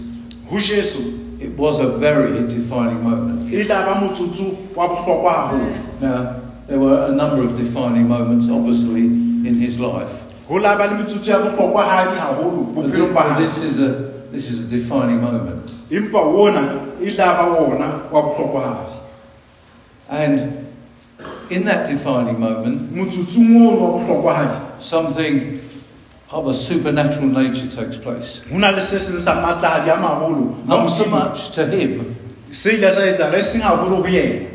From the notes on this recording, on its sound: preached at Dihlabeng Church